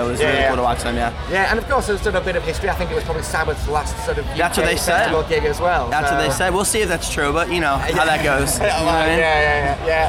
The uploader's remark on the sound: At Download Festival 2019.